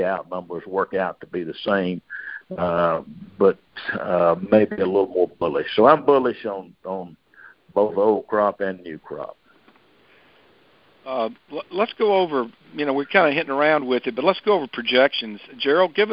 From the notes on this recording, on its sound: Monthly Conference Call